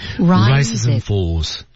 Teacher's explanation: 那么 and 失去爆破啊，rises andfalls，rises and 有一个前面 rises and 之间的小连读啊，rises andfalls。 Rises and rises and falls.